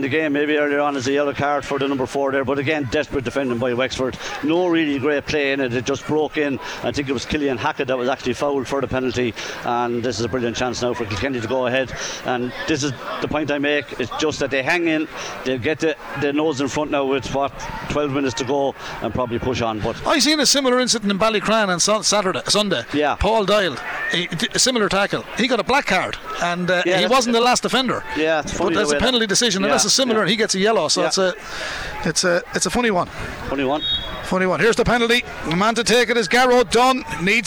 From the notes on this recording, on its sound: We were in UPMC Nowlan Park. Live in the stands.